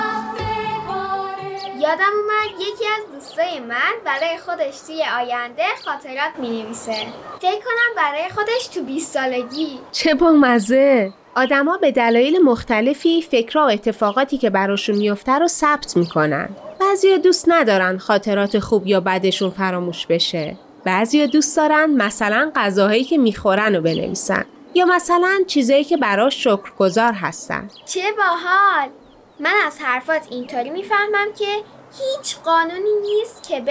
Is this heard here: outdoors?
yes